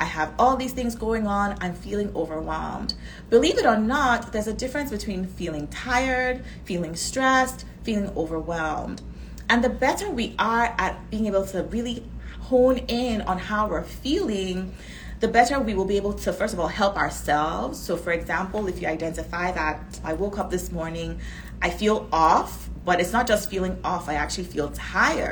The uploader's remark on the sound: This episode is a recording of an Instagram live